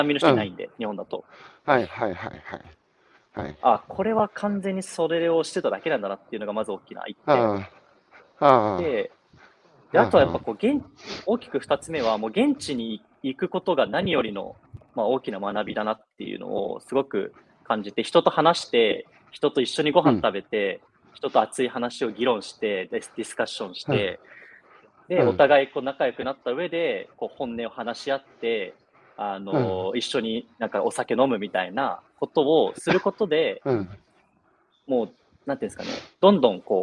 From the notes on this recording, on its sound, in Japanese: 歩くラジオ。歩きながら1時間、対談する。